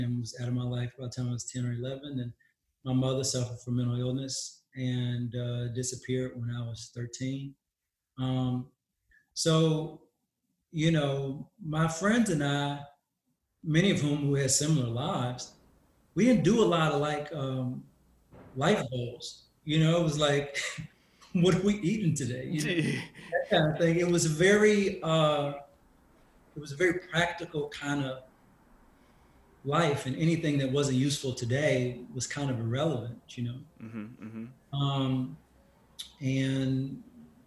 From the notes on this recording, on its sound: Recorded via Zoom while under lockdown